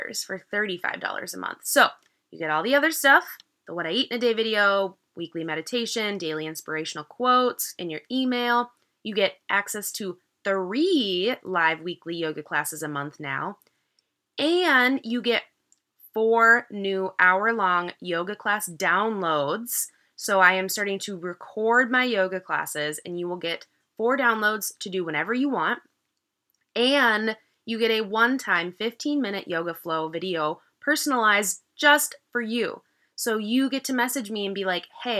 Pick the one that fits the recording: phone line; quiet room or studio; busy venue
quiet room or studio